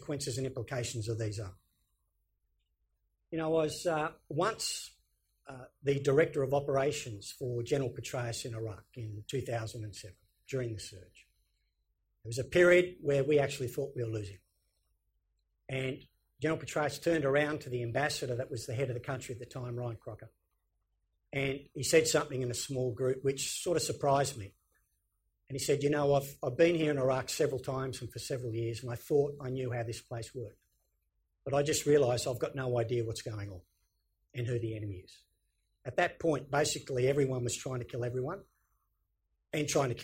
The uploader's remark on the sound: IFE Distinguished Visitor Lecture, recorded 9 May 2018 at QUT.